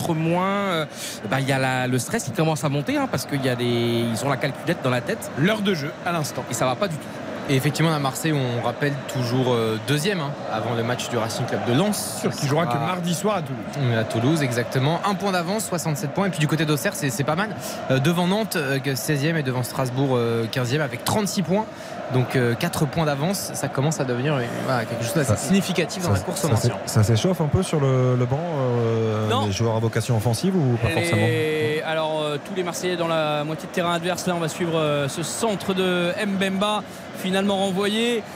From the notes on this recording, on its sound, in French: en direct du Vélodrome